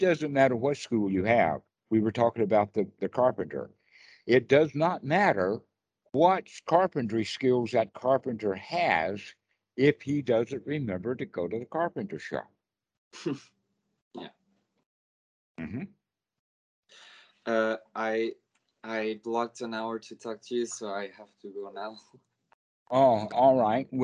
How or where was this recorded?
video call